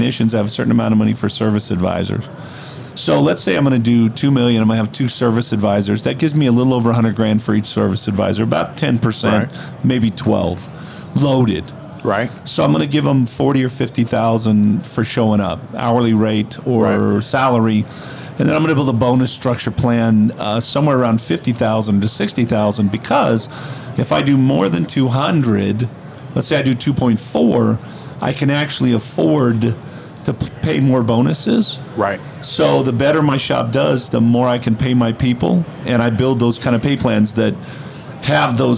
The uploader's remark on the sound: Live at AAPEX 2022